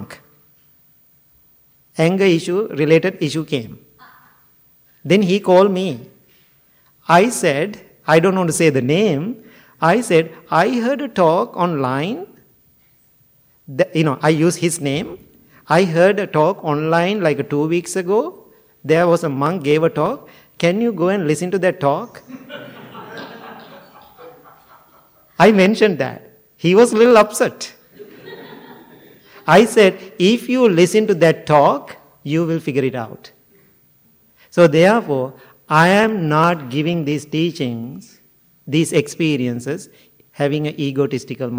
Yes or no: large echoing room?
yes